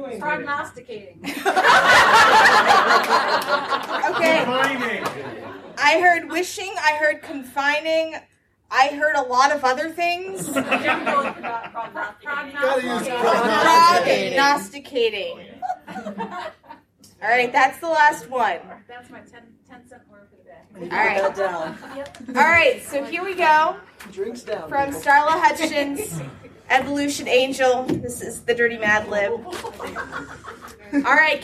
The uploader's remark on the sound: Balticon Bonus Episode. A group of authors and podcasters have taken scenes from romance novels and turn them into madlibs live with the audience.